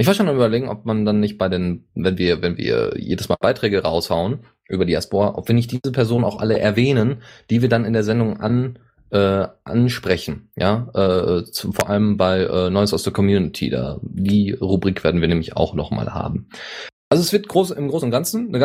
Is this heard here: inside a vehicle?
no